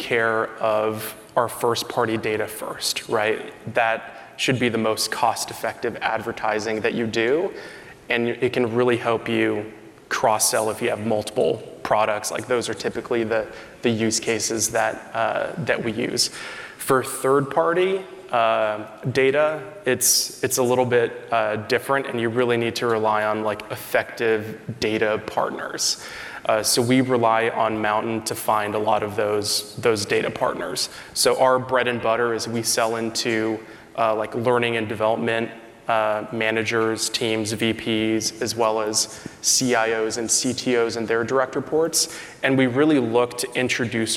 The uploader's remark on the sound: During this candid fireside chat at the 2023 B2B Sales & Marketing Exchange